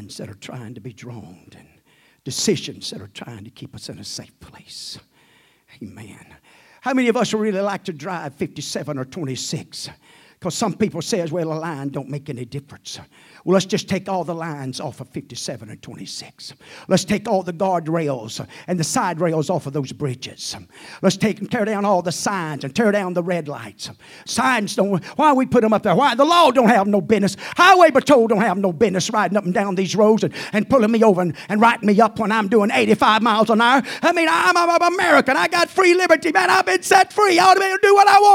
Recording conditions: large echoing room